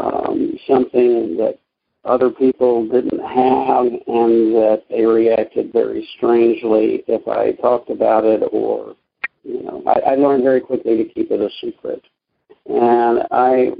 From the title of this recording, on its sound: Monday Noon Phone Speakers Series